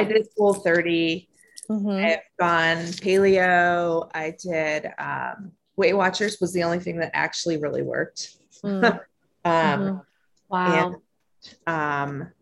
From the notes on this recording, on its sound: Featuring Special Guests "Our Pets" and the "Disembodied Recording Alert Lady Voice of Zoom"!